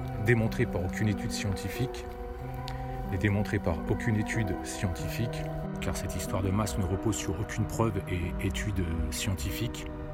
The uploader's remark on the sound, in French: Podcast partie 3 enregistré en extérieur